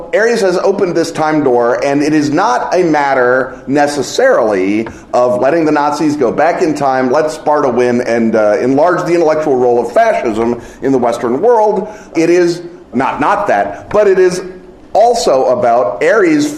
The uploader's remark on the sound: Our annual live episode recorded at London’s Dragonmeet finds our audience of expert questioners in a substantive mood.